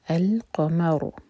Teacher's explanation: را کو ساکن کریں گے تو ہیوی پڑھیں گے را کو، کیونکہ اس سے پہلے ہے فتحہ. القمر رو مبرکر.